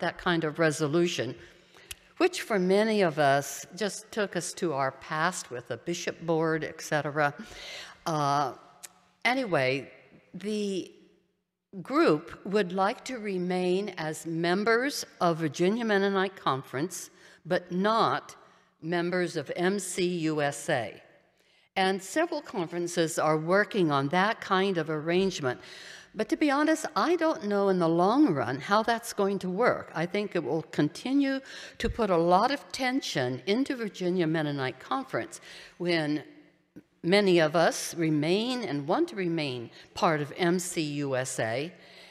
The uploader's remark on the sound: A collection of participants share reflections at a Park View Mennonite Sunday morning service.